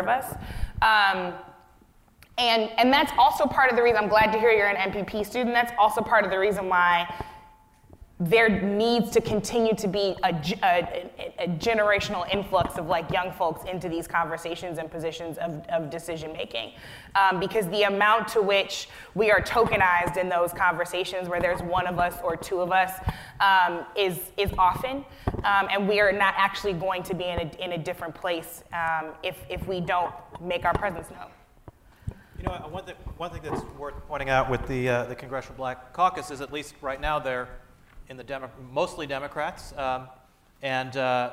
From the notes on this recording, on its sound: This Forum was the kick off for a two day conference